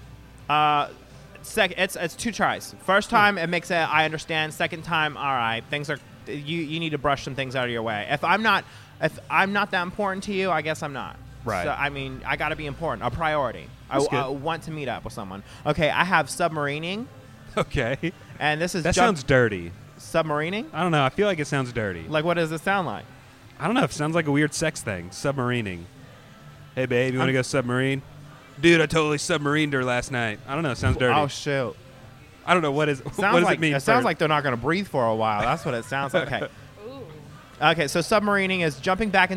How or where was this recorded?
busy venue